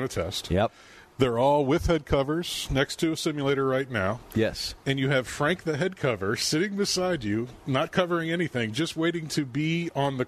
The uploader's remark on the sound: live from Fairway Social!